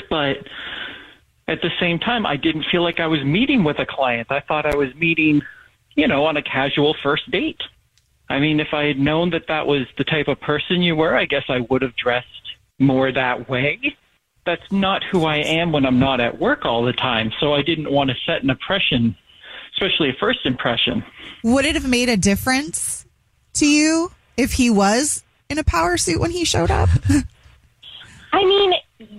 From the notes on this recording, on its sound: We get that other person on the phone to see why they're "ghosting". One of our listeners is on the phone for a First Date Follow Up because he is not getting a call back from a date he went on, and he has no idea why!